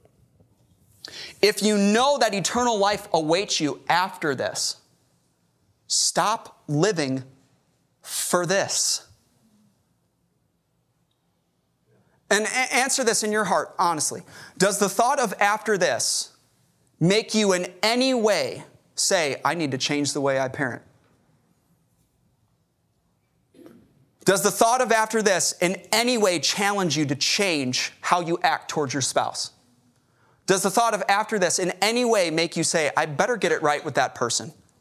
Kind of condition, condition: setting, large echoing room